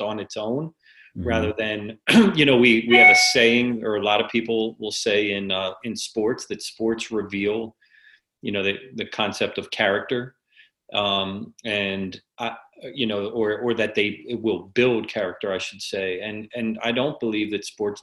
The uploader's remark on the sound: Listen to part 1 of our Zoom Webinar.